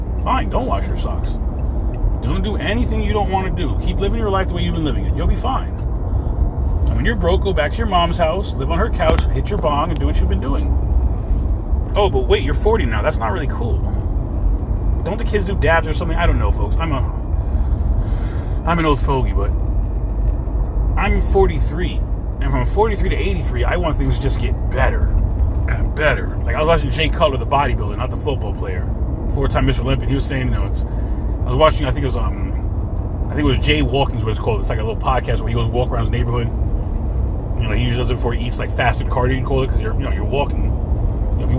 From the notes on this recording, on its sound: In this CarCast